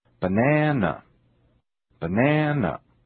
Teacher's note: Banana.That's right, the second syllable is stressed. Listen now for the lengthening of the vowel in the stressed syllable.